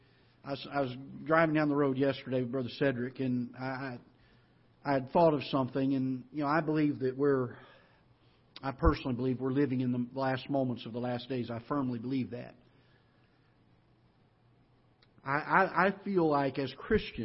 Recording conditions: large echoing room